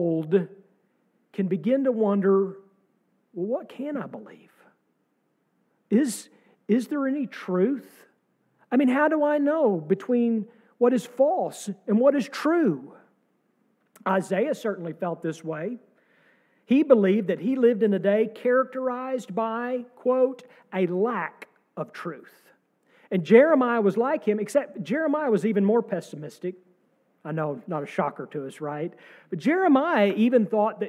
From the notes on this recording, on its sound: sermon from our service on March 26, 2023